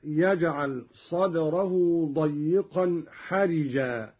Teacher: قرأ قالون بكسر الراء هكذا